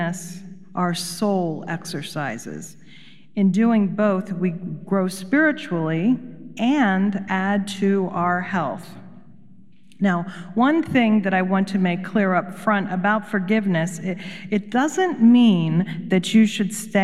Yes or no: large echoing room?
yes